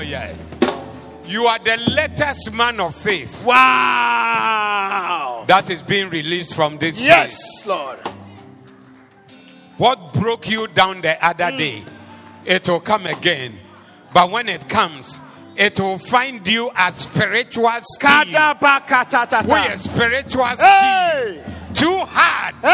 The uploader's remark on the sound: Preached at the Doxa Service 19112023.